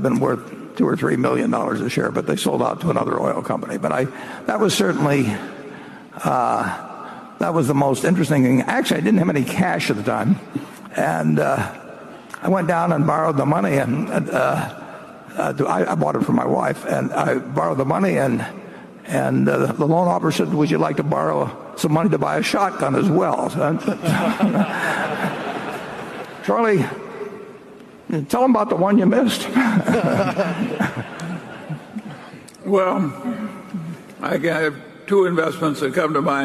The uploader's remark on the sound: This is one of the highlights from the five hours of Q&A at the 2019 Berkshire Hathaway AGM in Omaha.